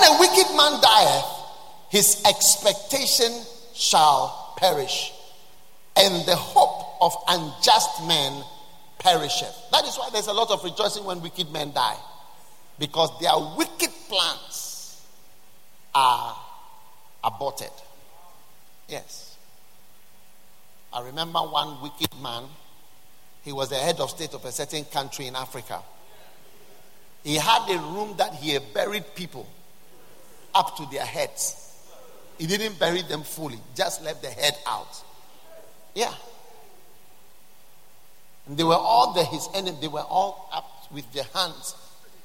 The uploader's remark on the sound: Preached at Wisdom Impartation Service at the Lighthouse Chapel International, Bread of Life Cathedral, Adenta.